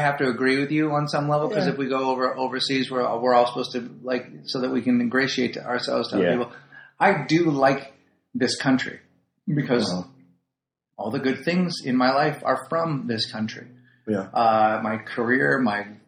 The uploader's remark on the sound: WARNING: WE BLEW IT WITH SOUND UNTIL AROUND THE 10TH EPISODE.